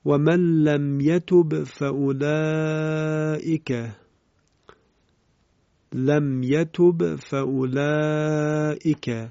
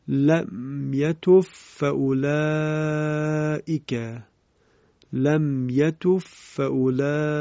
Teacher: خب در اینجا خلف به اظهار خونده، خلاد هم بنابر وجه معروفش به اظهار خونده، و البته در بعضی از منابع هم به ادغام نقل شده است به این صورت: لم یتوف فاولائک، لم یتوف فاولائک. این هم از مواردی که حرف با در حرف فا ادغام می شود · Shown in: second take